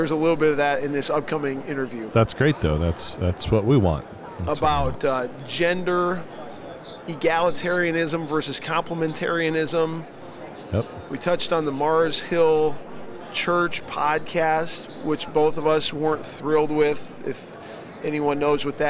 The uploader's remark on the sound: Following Up at NRB. LIVE from NRB 2022!